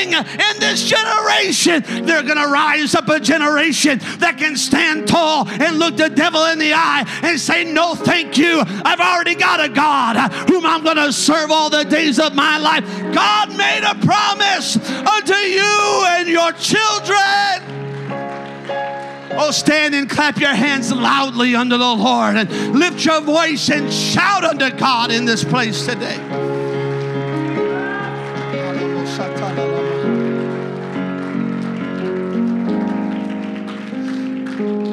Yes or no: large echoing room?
yes